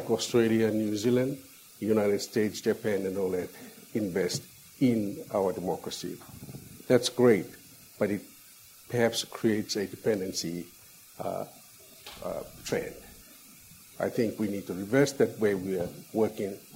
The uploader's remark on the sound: The United States Studies Centre and the National Endowment for Democracy (NED) hosted a special event. The event featured a keynote address followed by a panel discussion.